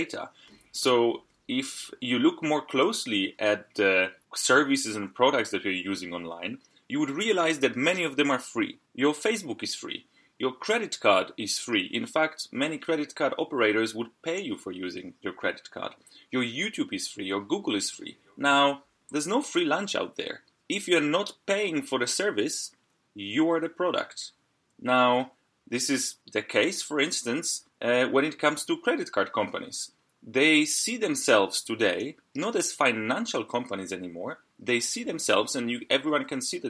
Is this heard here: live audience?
no